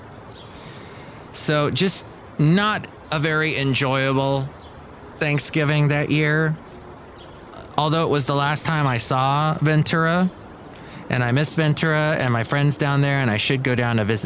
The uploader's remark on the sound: podcasts live from Cafe Anyway